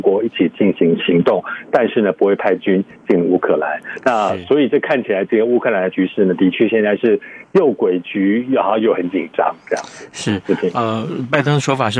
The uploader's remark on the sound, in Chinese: 連線美國之音白宮記者。傳遞來自華府的第一手報導。